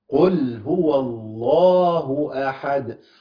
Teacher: حرف الدال ده لازم يبان معايا بالقلقلة